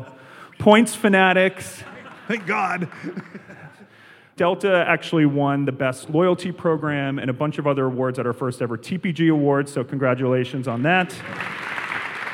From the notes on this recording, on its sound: As part of an exclusive TPG Reader Event at the Delta Flight Museum, Talking Points went live in front of an audience of more than 200 people.